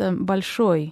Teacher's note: in Russian, it's stressed on the last syllable, so it's Bolshoi.